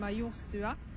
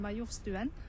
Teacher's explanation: på østkanten så sier man majorstua, men på vestkanten sier man majorstuen · Term: a-endinger